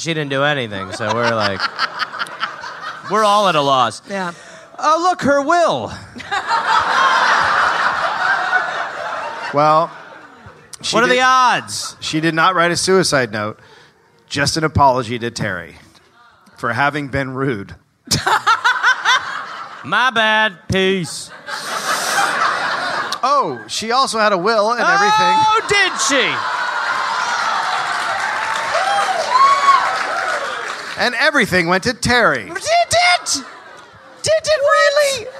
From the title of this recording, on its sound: Live in Austin